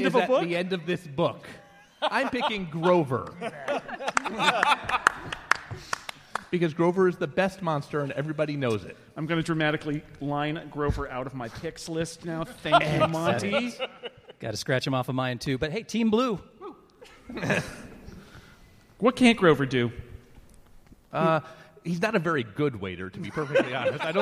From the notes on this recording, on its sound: Live from the Now Hear This podcast festival in Anaheim